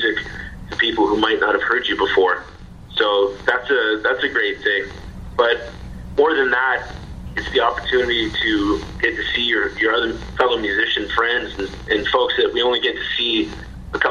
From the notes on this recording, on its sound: On Beach BOOSTER Radio. Via phone from Ottawa.